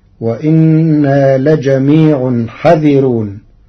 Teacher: قرأ ورش كلمة حاذرون بحذف الألف بعد الحاء مع ترقيق الراء فتصير وإنا لجميع حذرون.